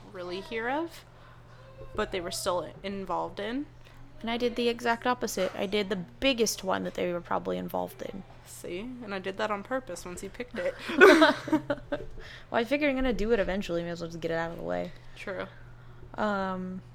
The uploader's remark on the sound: DISCLAIMER: Background noise in this episode